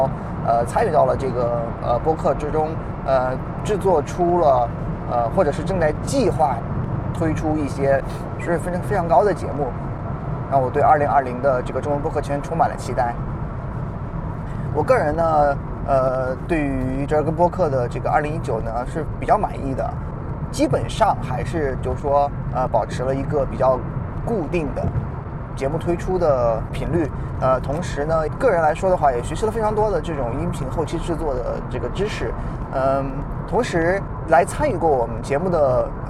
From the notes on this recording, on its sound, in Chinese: 由于是在车上用录音笔录制，音质非常抱歉，还望各位海涵。